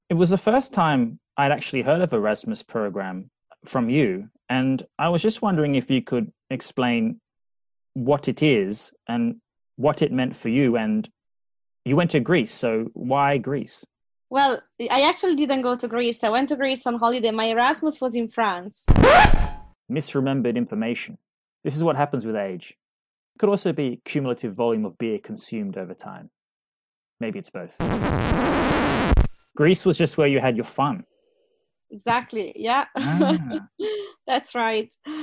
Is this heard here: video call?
yes